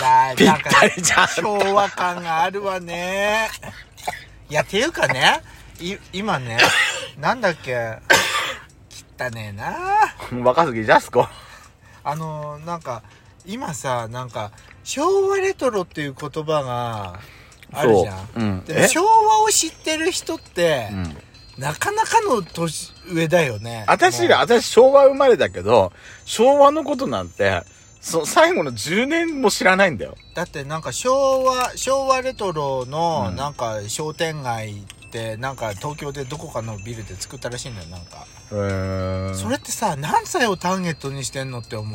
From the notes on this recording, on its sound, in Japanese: パーキング収録